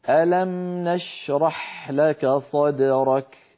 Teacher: في الميم جريان جزئي للصوت أخذ زمنا معينا؟ نشرح زمن الشين زمن الحاء أطول من زمن الميم.